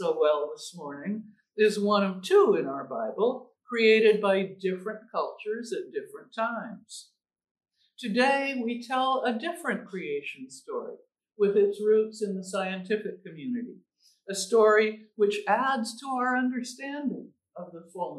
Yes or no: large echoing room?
yes